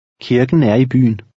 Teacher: The second K sounds somewhat like an English G.